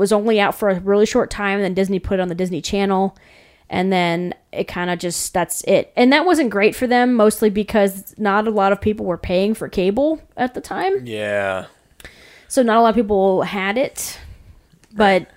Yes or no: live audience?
no